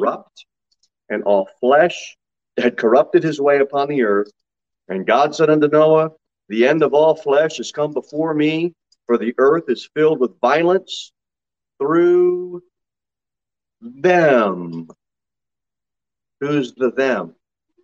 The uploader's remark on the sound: Sermon delivered at Pilgrim Baptist Church on Thursday, July 7, 2022 at 6:15 pm. Jere Whitson Rd. Pilgrim Baptist Church is a bible-believing, independent Baptist church.